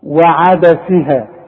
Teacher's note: شوف الواو والعين والدال والسين والياء كلها مرققه